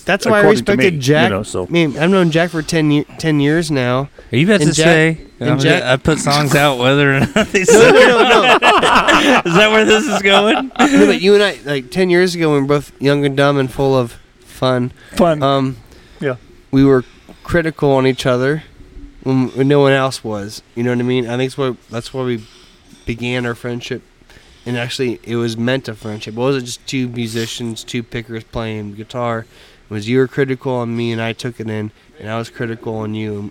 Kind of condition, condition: setting, busy venue